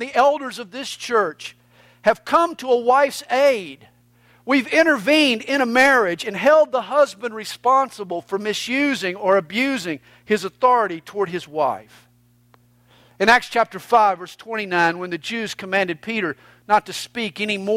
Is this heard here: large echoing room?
yes